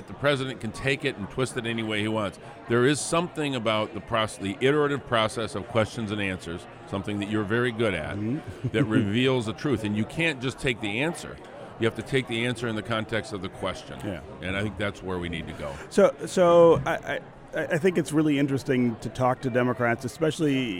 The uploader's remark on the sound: 2019 Mackinac Policy Conference. From the 39th annual policy conference.